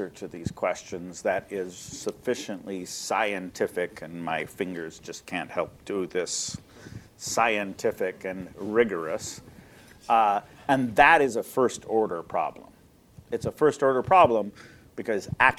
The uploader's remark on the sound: This episode is a recording of a panel conversation that took place at the University of Oxford’s Blavatnik School of Government during the RISE Annual Conference in September 2023. For the purposes of clarity and length, this podcast is an edited version of the conversation.